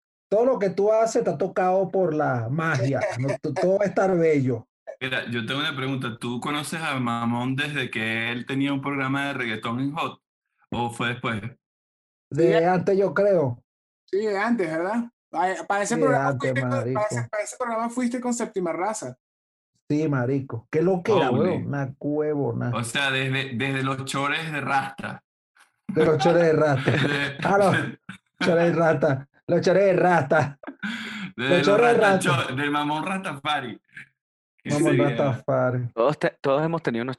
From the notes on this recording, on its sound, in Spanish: El Music Deal se conecta vía zoom con un hermano de la casa